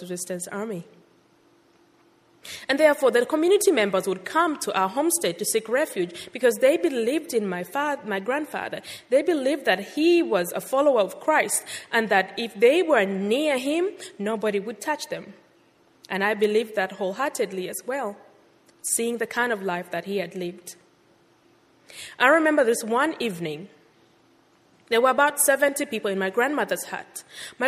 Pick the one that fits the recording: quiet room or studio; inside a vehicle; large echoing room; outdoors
large echoing room